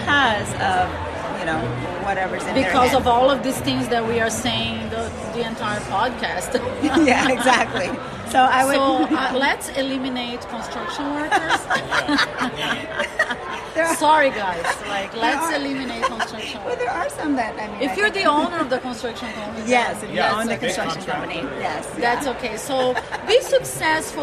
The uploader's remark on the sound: Super fun episode LIVE from the gorgeous Cosmopolitan Hotel Las Vegas.